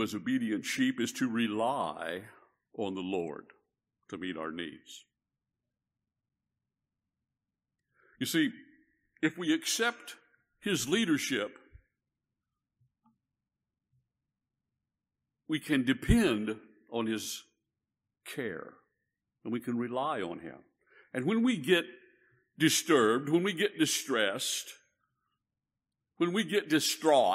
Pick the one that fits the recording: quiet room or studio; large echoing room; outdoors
large echoing room